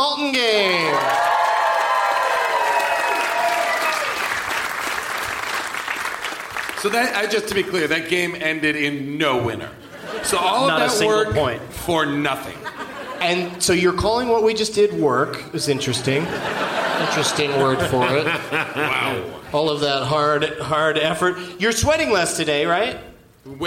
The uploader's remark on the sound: Live from the Gramercy Theatre in NYC